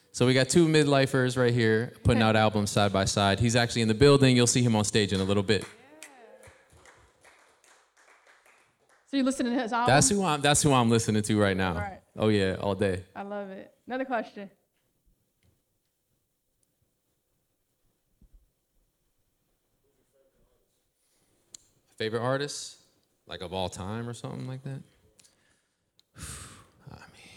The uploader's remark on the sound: We Went LIVE For Episode #83 with an in-person audience + special performances!